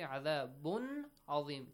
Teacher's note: Tanween plus ayn from throat letters. Ilhar. You do not bounce it. You do not kind of merge it.